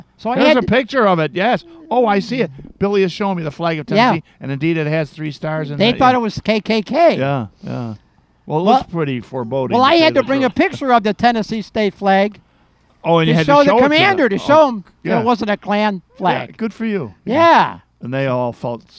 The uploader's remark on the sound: Present the Hibernian Radio Hour at our newest recording location, The Beacon Pub in Forest Park.